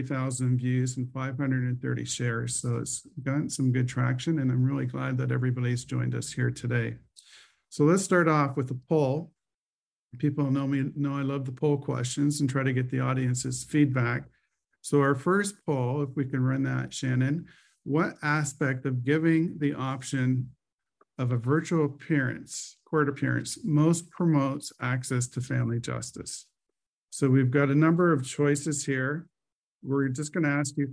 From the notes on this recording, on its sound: 5 hour virtual event, the panel of Ontario family lawyers hosted a live town hall for legal professionals and members of the public.